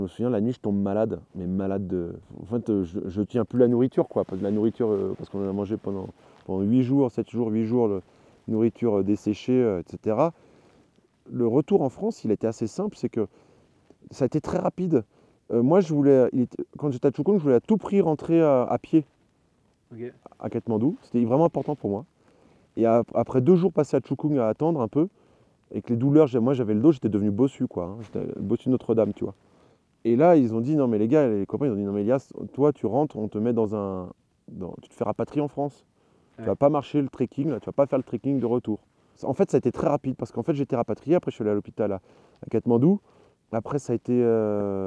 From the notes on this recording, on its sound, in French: lors d'un bivouac perché sous le sommet de l'aiguille du Moine